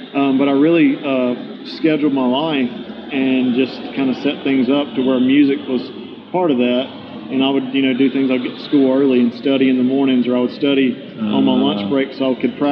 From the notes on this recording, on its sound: interviewed on-location in Nashville at the Summer NAMM Show